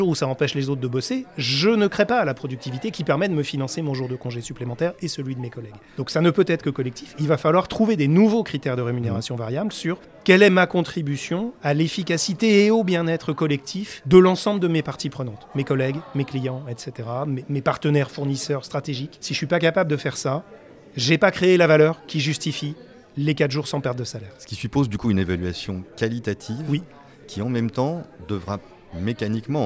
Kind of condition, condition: setting, busy venue